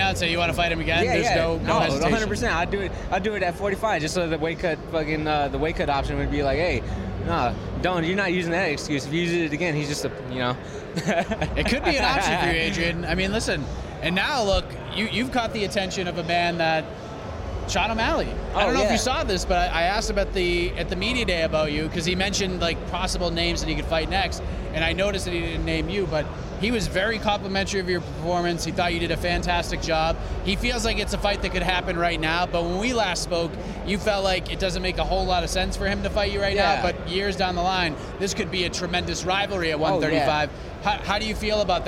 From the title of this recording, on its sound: LIVE From Las Vegas